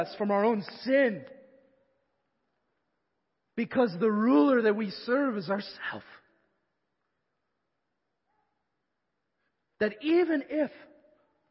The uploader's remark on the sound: Evangelical Free Church of Canton